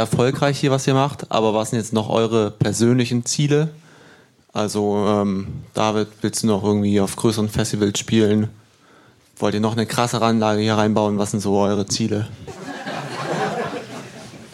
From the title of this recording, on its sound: Live im Blitz